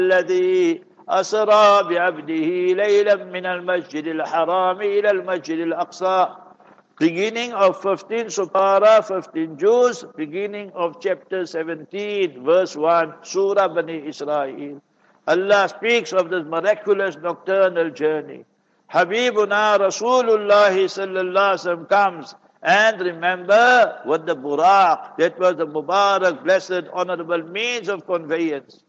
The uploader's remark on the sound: Jumah Lecture at Verulam Masjid